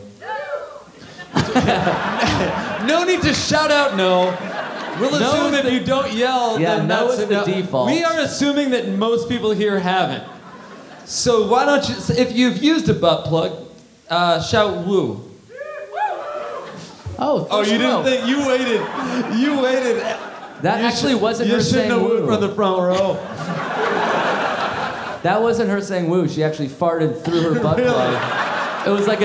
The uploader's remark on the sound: Live in Montreal! Live at Just For Laughs comedy festival in Montreal!